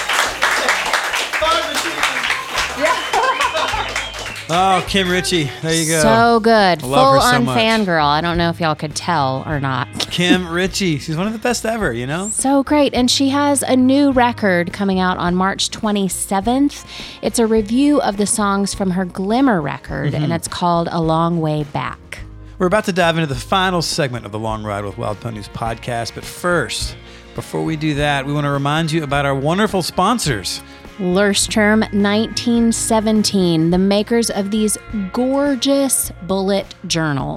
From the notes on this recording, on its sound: All of the live audio from The Bowery Vault was recorded with a single Ear Trumpet Labs Myrtle microphone. All of the live audio from The Bowery Vault was recorded with a single Ear Trumpet Labs Myrtle microphone.